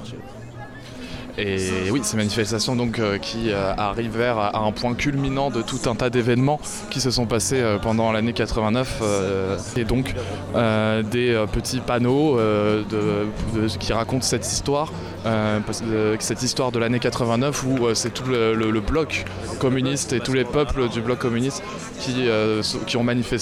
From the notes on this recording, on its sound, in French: Une promenade à Berlin. Nous y étions et vous partageons cette journée en immersion dans les espaces de fête et de mémoire berlinoises.